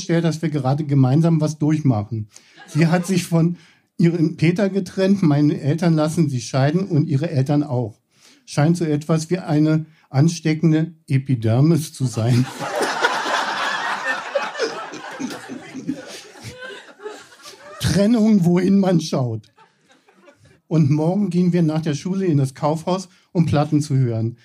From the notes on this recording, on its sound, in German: Von unserer Show vom 23.04.2023 im Berliner Monarch. Heißen Dank an den Monarch, unser tolles Publikum.